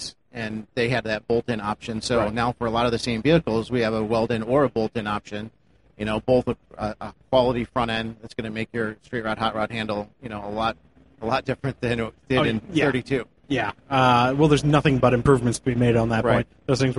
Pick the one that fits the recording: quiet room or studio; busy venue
busy venue